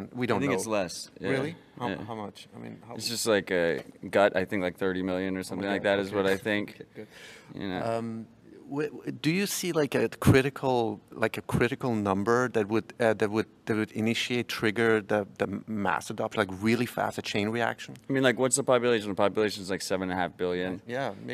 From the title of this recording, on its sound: Interviews at Baltic Honeybadger Conference in Riga 2019